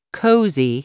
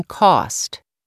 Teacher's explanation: Closed O as in cozy and open O as in cost.